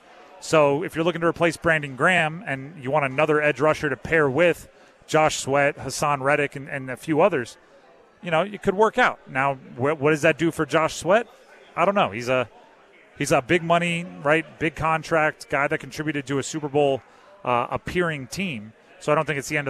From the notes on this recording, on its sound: Live from Eagles Nest before The Draft Party.